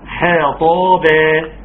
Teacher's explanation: ترقيق الحاء، نعم تفخيم الطاء، ثم نقف بمد حركتين.